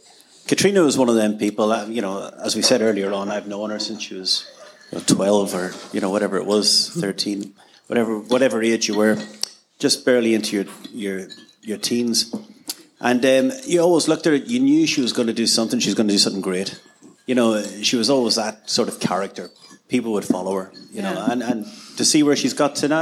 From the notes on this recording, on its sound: Live at The Gannet in Glasgow. Along with a live audience. Questions from the audience.